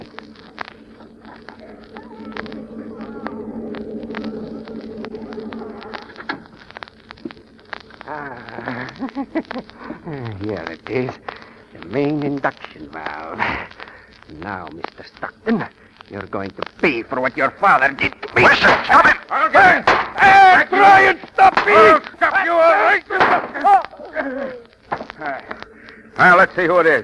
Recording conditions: poor sound quality